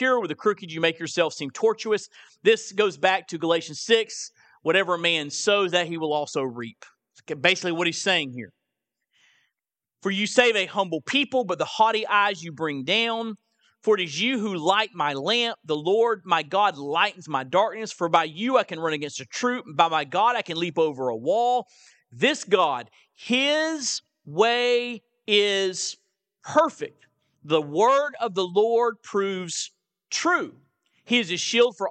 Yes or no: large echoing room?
yes